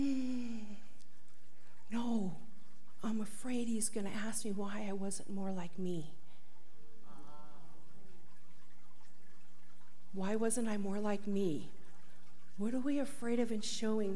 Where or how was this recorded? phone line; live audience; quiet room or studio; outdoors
live audience